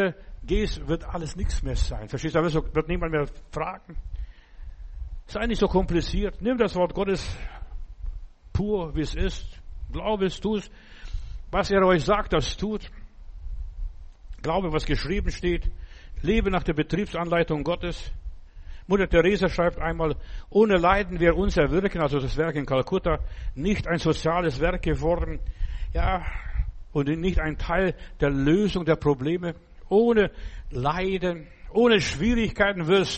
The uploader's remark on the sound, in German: im Gemeinde-Zentrum in Berlin aufgenommen